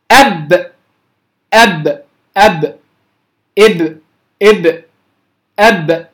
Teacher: علمنا أن مخرجها من الشفتين لأن الصوت انتهى عند مخرج الشفة